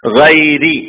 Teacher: ഗൈരി ഗൈറി എന്നല്ല ഗൈരി റാ ലോലമാക്കി ഉച്ചരിക്കണം · Term: തർക്കീക്കാക്കി